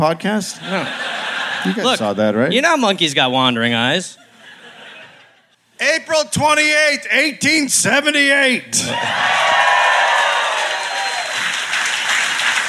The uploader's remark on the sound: Live in Adelaide